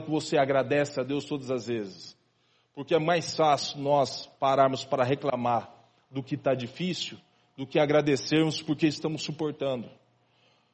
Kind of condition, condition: setting, large echoing room